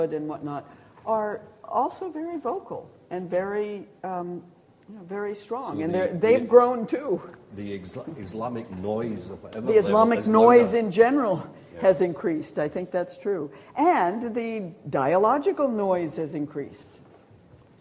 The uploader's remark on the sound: A series of Gifford Lectures. At The University of Edinburgh.